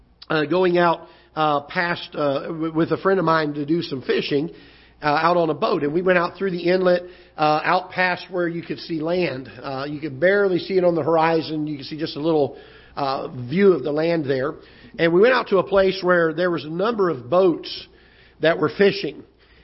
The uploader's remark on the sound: Ketha Heights Baptist Church ~ Live Broadcast